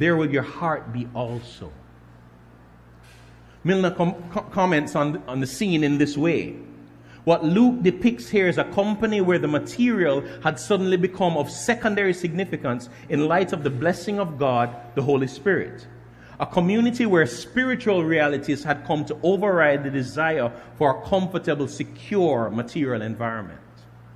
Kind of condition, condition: setting, large echoing room